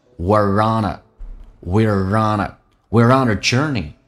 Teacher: R 跟 on 有一个连音叫 run.